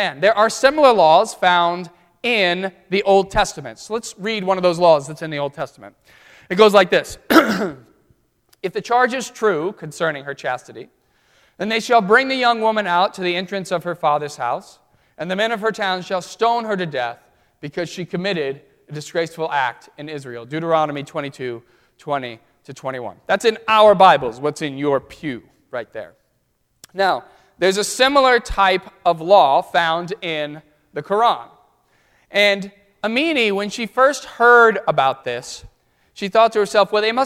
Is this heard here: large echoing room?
yes